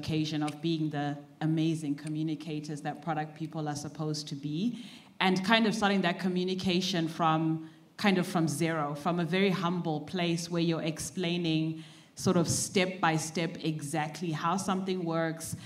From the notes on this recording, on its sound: Recorded at Productized Conference 2023. Roundtable discussion.